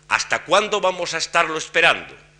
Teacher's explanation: para las frases de inquirir, el recurso es que todo el registro se levanta un grado a partir del acento del interrogativo y al final desciende